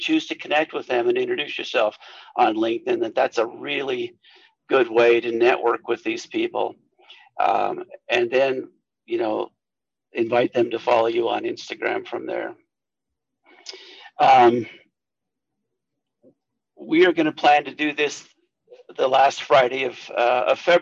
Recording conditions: video call